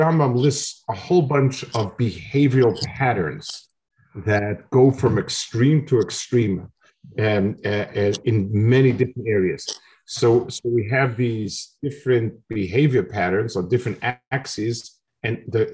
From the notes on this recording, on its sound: This shiur take place over Zoom